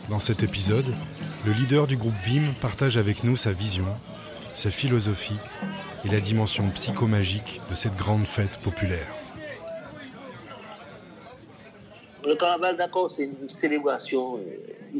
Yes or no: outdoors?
yes